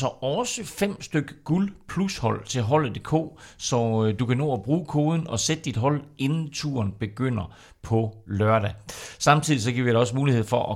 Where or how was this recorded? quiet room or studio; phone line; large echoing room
quiet room or studio